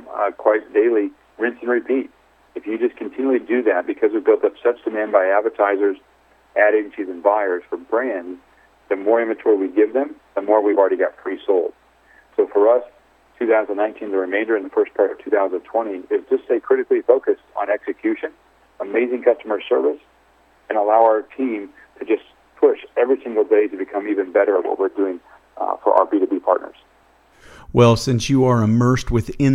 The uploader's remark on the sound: called in to SmallCapVoice